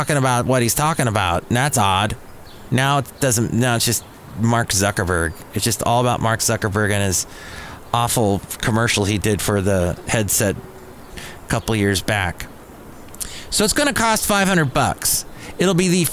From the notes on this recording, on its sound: podcasts live from Café Anyway